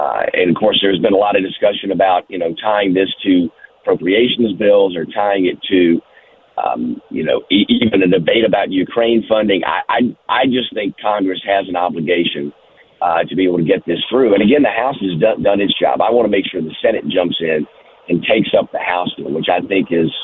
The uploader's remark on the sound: Next to call in to the show this morning.